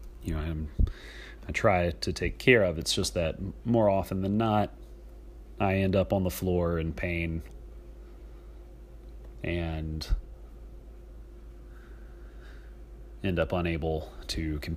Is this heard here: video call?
no